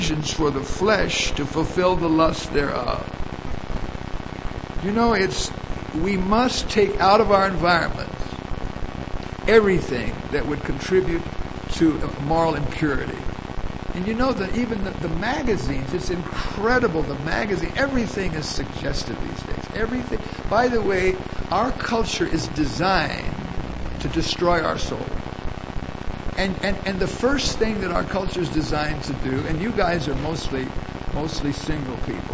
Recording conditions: poor sound quality